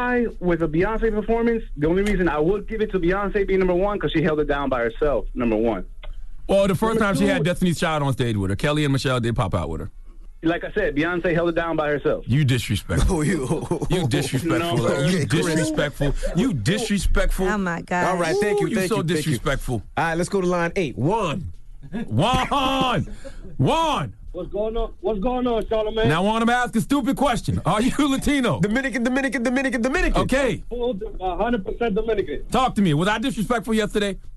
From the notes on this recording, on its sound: Today on the show we opened up the phone calls. We also opened up the phone lines.